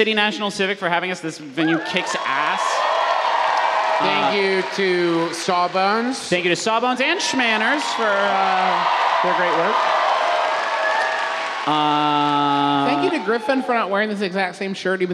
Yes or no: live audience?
yes